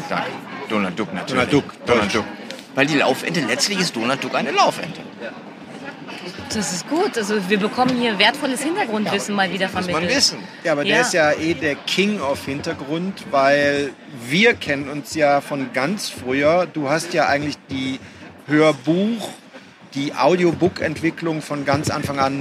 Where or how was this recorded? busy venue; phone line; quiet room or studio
busy venue